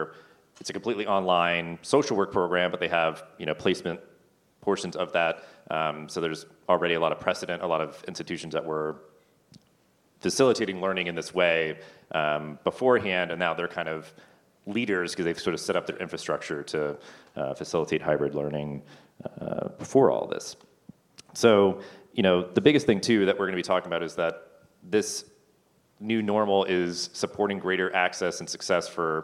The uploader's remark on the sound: This is a special live episode of the podcast recorded in Austin at the SXSW EDU event this past March.